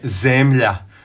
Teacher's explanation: To je kratko uzlazni, to je sporije, slabiji intenzitet i uzlazna intonacija, odnosno kombinacija silazne i uzlazne.